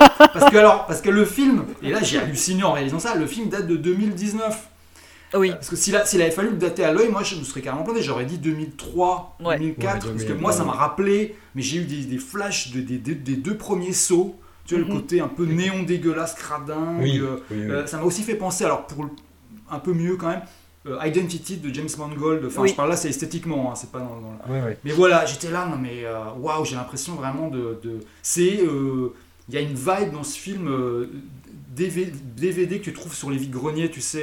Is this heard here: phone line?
no